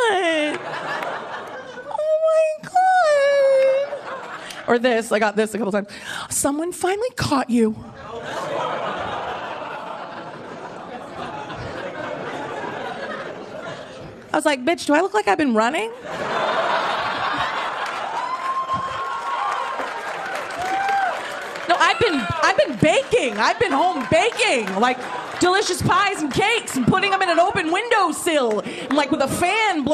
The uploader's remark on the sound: Gotham Comedy Live Stand Up Comedy